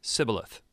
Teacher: the Ephraimites don't have the SH sound in their vocabulary, so they would say Shibboleth.